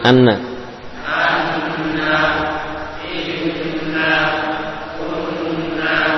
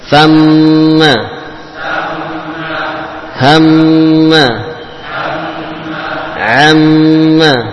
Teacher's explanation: huruf nun dan mim ketika ditasydid maka ada zaman yang lebih panjang daripada zaman pada tasydid huruf-huruf yang selain keduanya. Nah, di mana gunnah yang ada pada nun dan mim yang bertasydid dinamakan gunnah akmal, ya, gunnah yang paling sempurna.